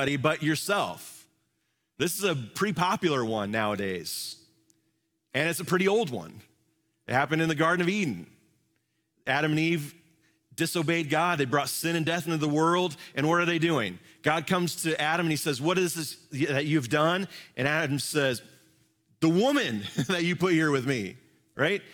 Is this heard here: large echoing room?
yes